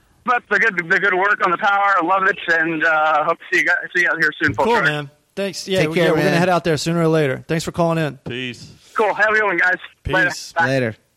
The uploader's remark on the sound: take listener's phone calls